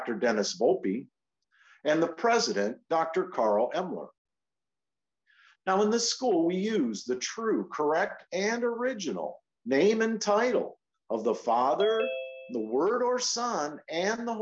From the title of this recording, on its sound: Oceanside Zoom Class